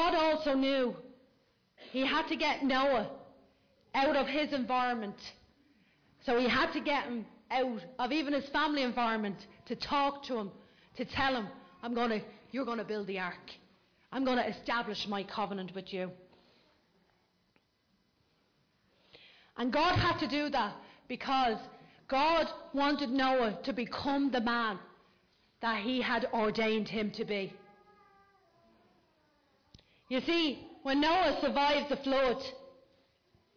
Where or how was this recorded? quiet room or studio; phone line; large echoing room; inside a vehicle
large echoing room